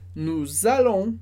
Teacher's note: de novo com a liaison obrigatória